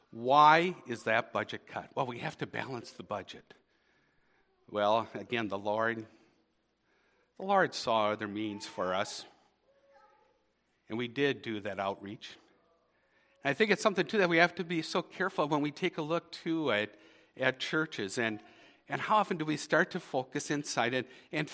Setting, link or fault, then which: setting, large echoing room